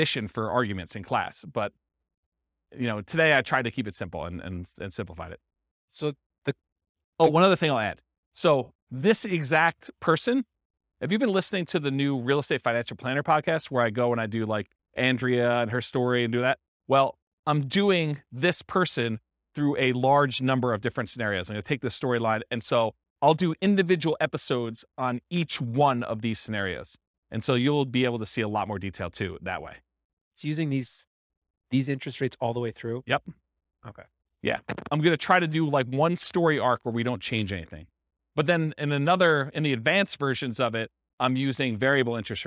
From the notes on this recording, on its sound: This was a live class recorded